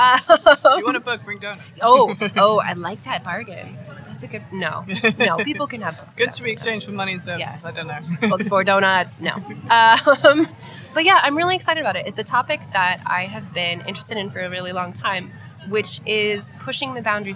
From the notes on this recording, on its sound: Live from Edinburgh Yarn Festival